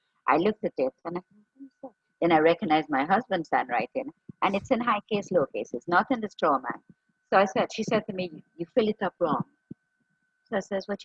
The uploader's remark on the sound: Apologies for the sound quality.